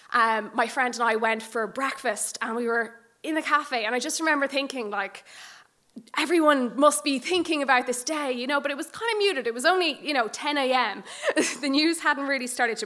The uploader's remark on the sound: shared these gorgeous stories live onstage at The Dublin Story Slam